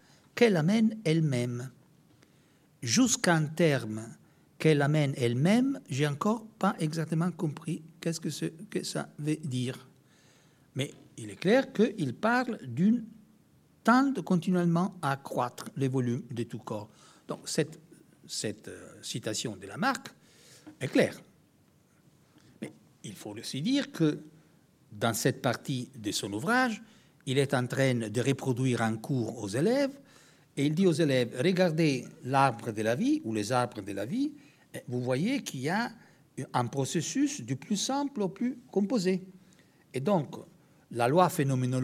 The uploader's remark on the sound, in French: Conférence inaugurale, dans le cadre du congrès de la Société française d’histoire des sciences et des techniques, qui s'est déroulée à Bordeaux du 19 au 21 avril.